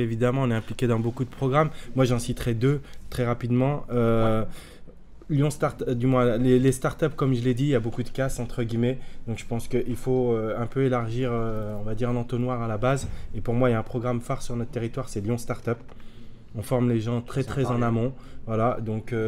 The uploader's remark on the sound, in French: Cet épisode a été enregistré à l'occasion de Zero-to-One. Cet épisode a été enregistré à l'occasion de Zero-to-One. Qui a réuni les talents des plus belles startups françaises en mai dernier.